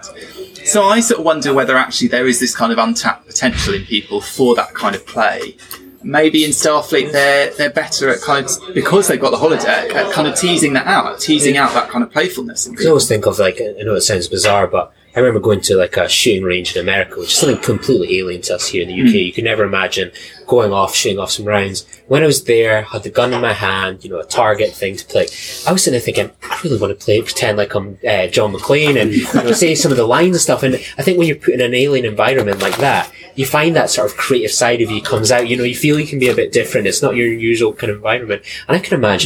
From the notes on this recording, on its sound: Recorded during the Destination Star Trek convention in Birmingham, UK.